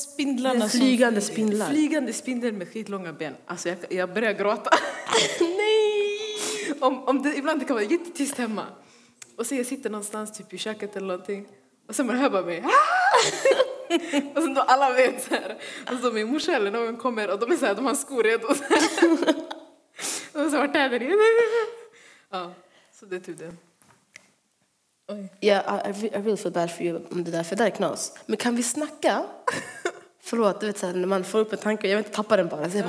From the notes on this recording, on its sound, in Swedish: Detta firar vi med en livepodd där vi har bjudit in världens bästa publik, och dunder gäster!